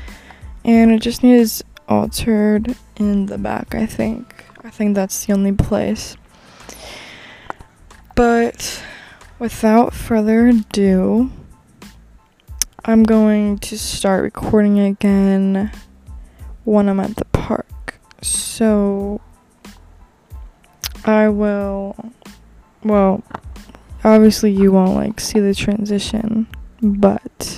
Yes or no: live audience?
no